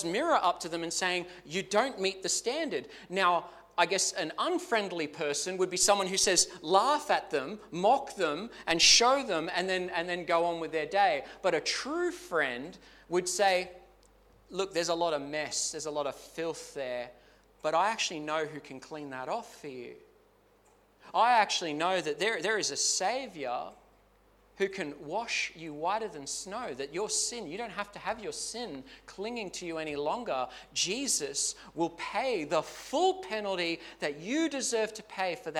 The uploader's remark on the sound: Clarence Valley Community Church. This sermon was preached at both South Grafton and Maclean.